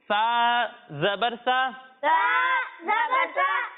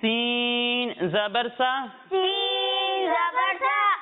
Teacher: جب ہم سا کی ادائیگی کریں گے تو اس میں سیٹی کی آواز نہیں آئے گی، اور جب ہم سین اور سواد کی ادائیگی کریں گے تو اس میں سیٹی کی آواز آئے گی۔ لیکن سین اور سواد میں فرق اس طرح ہوگا کہ سین کو ہم باریک پڑھیں گے اور سواد کو ہم موٹا کر کے پڑھیں گے، کیونکہ سواد حروف مستعاریہ میں سے ہے جن کو موٹا پڑھنا ضروری ہے۔